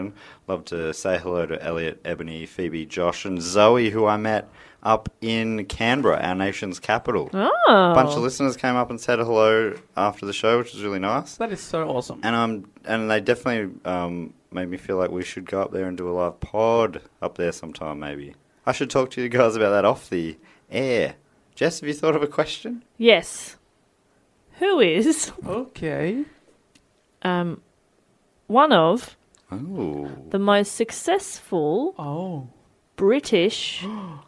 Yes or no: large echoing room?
no